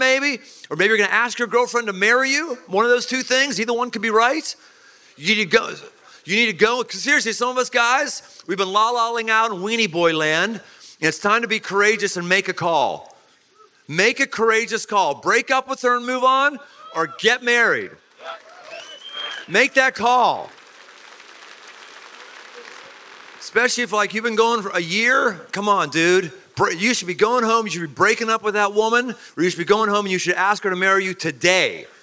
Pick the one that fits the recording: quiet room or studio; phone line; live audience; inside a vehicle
live audience